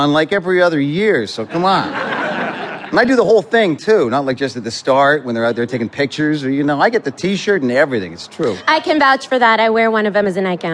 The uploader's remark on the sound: recorded before an audience